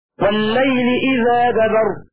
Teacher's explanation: بألف بعد الذال وحذف الهمزة وفتح الدال